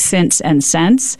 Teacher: the same vowel needs to merge in words like since and sense